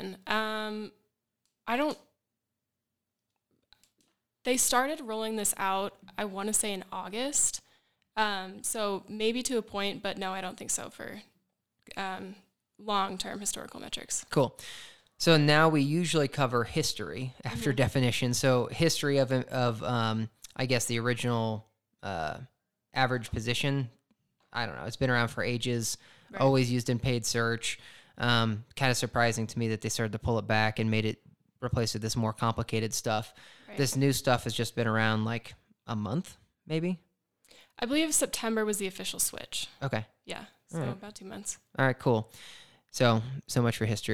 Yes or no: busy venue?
no